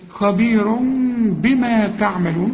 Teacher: هنا رسم لي ضمة وجنبها ميم، أصلها خبير، لكن كل تنوين زي ده بيجي بعده به بيحصل للتنوين إقلاب، فبيقول لي لو سمحت اقلب التنوين خبير إلى ميم واخفيها وغنها